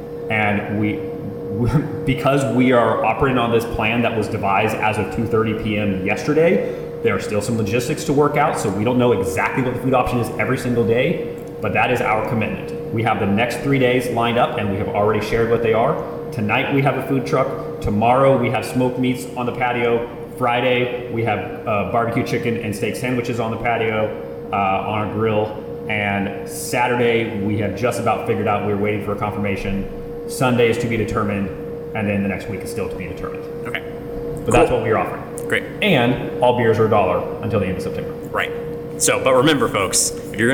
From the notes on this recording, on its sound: We don't do the three person format very often - and we don't record on location too much. The sound is going to be a little more open than usual.